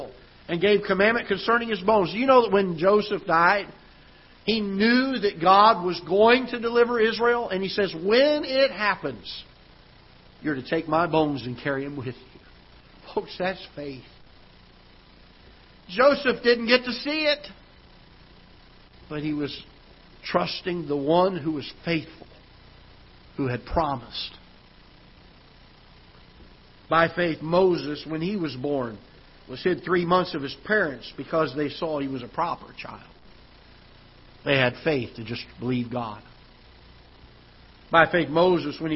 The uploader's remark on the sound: Ketha Heights Baptist Church ~ Live Broadcast